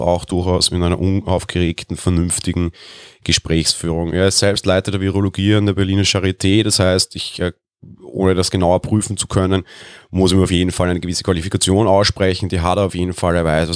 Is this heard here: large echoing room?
no